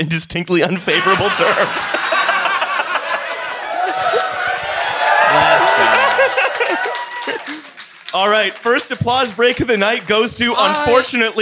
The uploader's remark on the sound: TF Live in Glasgow. We performed live at Slay in Glasgow.